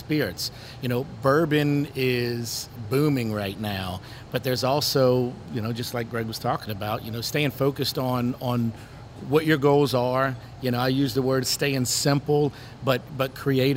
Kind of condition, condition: setting, busy venue